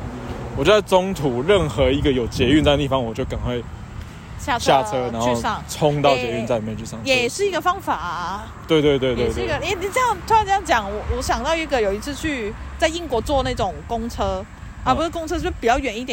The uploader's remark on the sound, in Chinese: 這是一集意外的錄音，。是直接在路上閒晃的時候的即時錄音，。